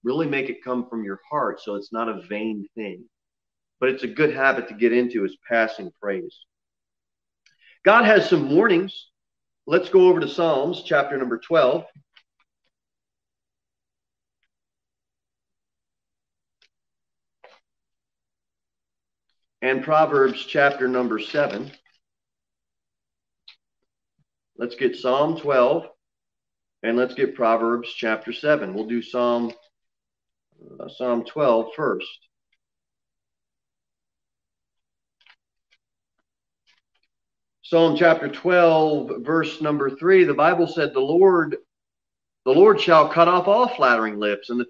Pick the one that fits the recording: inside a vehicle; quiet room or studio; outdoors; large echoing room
large echoing room